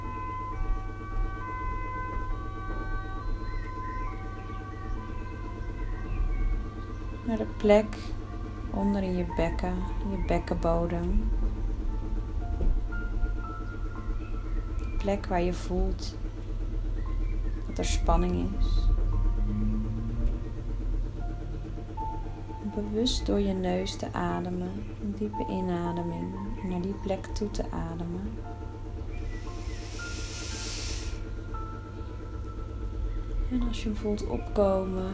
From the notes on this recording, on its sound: Het is een meditatie die ik opnam tijdens een sessie, live, niet geregisseerd (zoals altijd eigenlijk). Don't mind the omgevingsgeluiden..